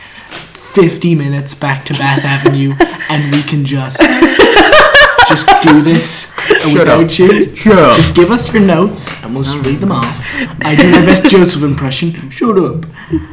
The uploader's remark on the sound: Just enjoy the blown out audio.